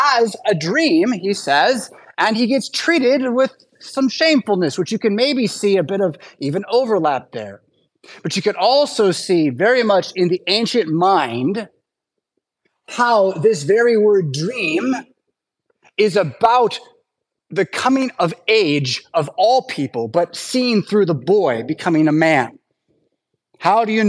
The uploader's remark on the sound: Preached at St Paul Lutheran Church , Rockford, Illinois on Sunday August 27th, 2023.